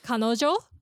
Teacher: So it goes up at the end. · Term: pitch accent